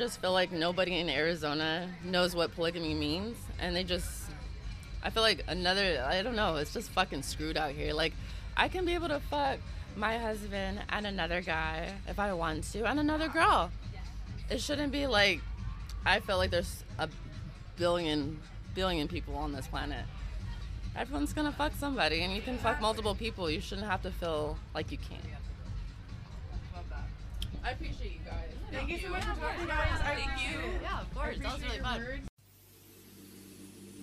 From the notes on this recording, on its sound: I decided to take my mic and interview people at this magical gathering of people called the Full Moon Festival. This is is festival of all local artist, dis and and anyone who wants to show off their cool shit!